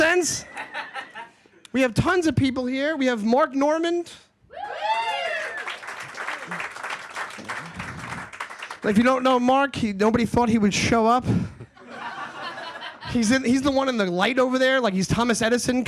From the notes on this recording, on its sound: live at The Stand Comedy Club & Restaurant in NYC.